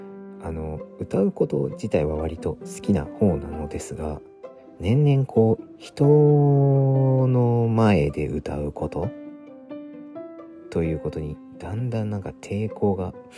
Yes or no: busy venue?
no